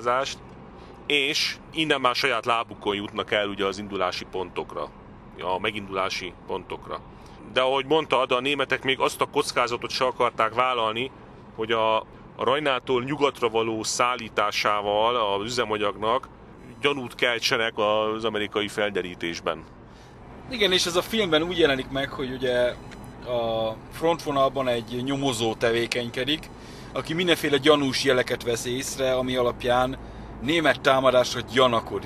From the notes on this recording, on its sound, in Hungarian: a 2022 decemberében, útközben készített felvételekből